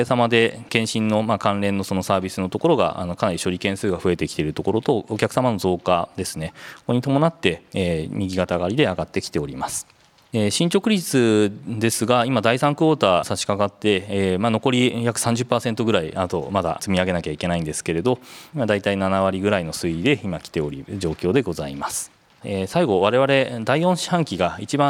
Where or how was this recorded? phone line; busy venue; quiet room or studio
busy venue